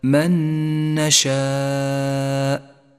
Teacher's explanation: لاحظ أيضا حكم الإدغام بغنة بعد ذلك مباشرة عند قوله تعالى من نشاء، النون الساكنة مع النون المتحركة، ندغم الأولى بالثانية فتصيران نونا واحدة مشددة، ميزت باللون الأخضر لأنها تحتاج إلى غنة زمنها حركة. · Term: إدغاما بغنة